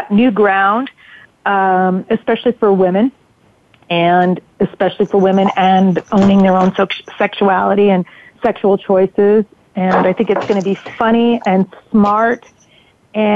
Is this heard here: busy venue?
no